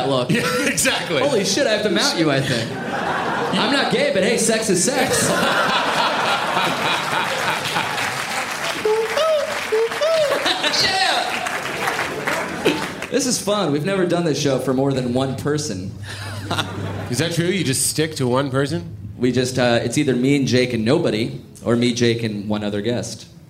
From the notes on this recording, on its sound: joins us at NYComicCon for our first LIVE podcast recording